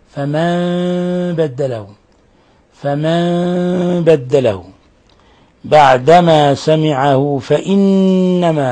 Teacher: قوله تعالى فمن بدله، هذا مثال آخر للإقلاب، نون ساكنة جاء بعدها حرف الباء فقلبت النون الساكنة عند الباء ميما مخفى